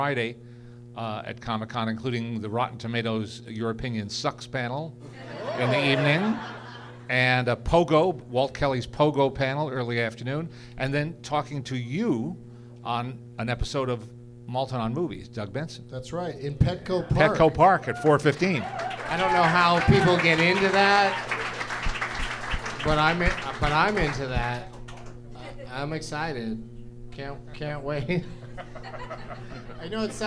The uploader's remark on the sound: Live from the American Comedy Company in San Diego